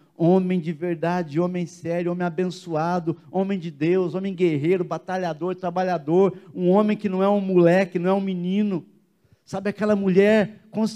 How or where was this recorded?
large echoing room